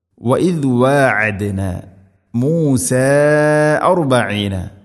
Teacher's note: വഇദ് വഅദ്ന, വഇസ് വഅദ്ന അല്ല, വഇദ് വഅദ്ന. വഅദ്ന ഐന് എന്ന അക്ഷരത്തിൻ്റെ ഉച്ചാരണം തൊണ്ടയുടെ മധ്യഭാഗത്തിൽ ആണ്. വഇദ് വഅദ്ന മൂസ അർബഈന, മദ് മുൻഫസിൽ നാലോ അഞ്ചോ ഹർക്കത്തിൻ്റെ ഖദ്ർ നീട്ടാവുന്ന മദ്, മദ്ദിൻ്റെ അക്ഷരമായ അലിഫിന് ശേഷം ഹംസ അടുത്ത പദത്തിലാണ്, അതാണ് മുൻഫസിൽ.